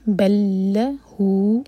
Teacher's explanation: بل لہو، یہاں بھی لام کا ادغام ہو رہا ہے، با کو ہم لام شدہ سے جوڑیں گے. بل لہو، ہو یہ دو حرکہ لمبا ہے، یہ ہے مد صلہ صغرہ